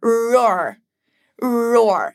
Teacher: Enrola a língua e tenta falar roar com som caipirês, igual eu falo.